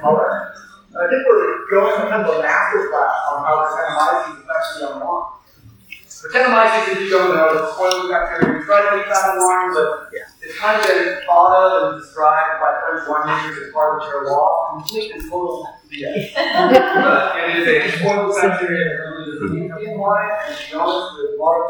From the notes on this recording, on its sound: The event took place in a large barrel room, so I apologize upfront for the quality of the sound